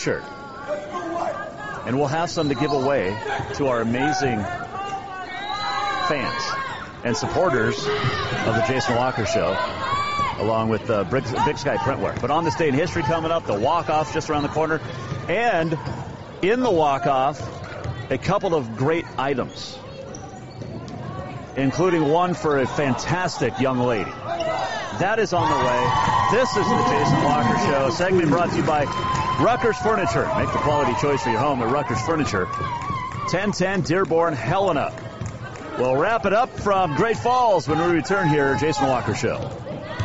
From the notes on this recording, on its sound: Live from Day 3 at the State A Combined at Great Falls.